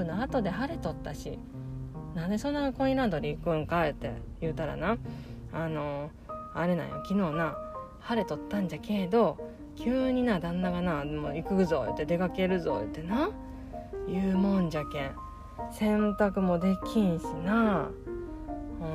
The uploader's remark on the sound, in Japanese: コインランドリーの駐車場で収録しています